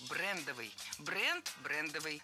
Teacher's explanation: Брендовый – это неверно. В этом слове ставим ударение на первый слог